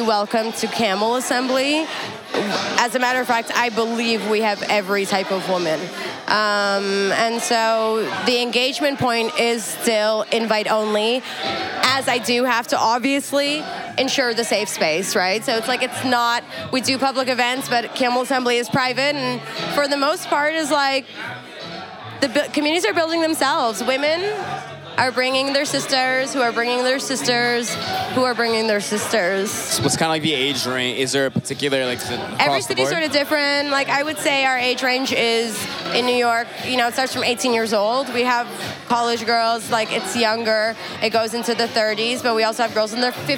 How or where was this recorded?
busy venue